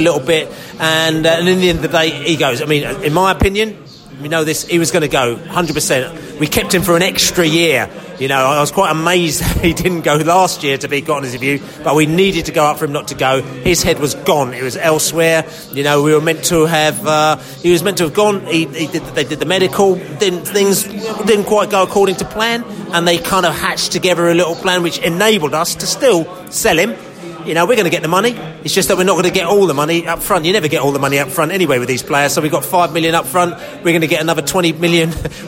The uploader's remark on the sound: post-match podcast from the pub